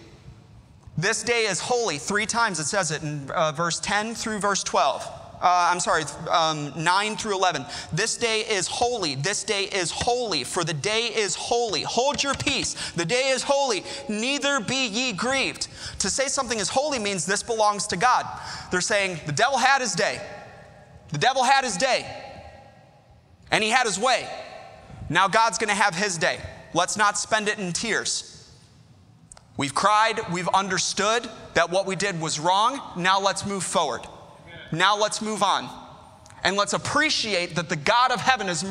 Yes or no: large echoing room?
yes